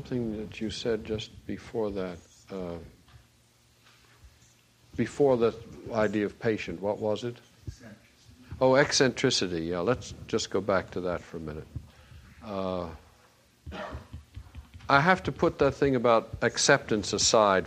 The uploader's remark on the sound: Recorded during a seminar weekend in Rowe, Massachusetts